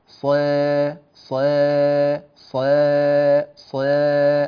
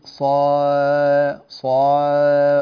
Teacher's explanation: تقليل الصاد والألف بعدها من كلمة لبصير · Shown in: first take · ص ص ص ص هكذا، سمعت جيدا، ص، ولا تقول صا صا هكذا، الصوت ما يعني يموج منك لا يتجه إلى مكان واحد في التقليل.